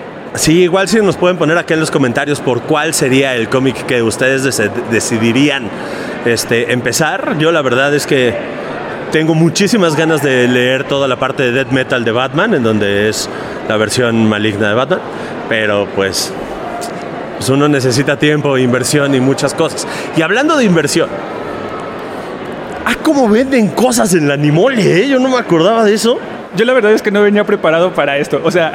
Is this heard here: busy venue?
yes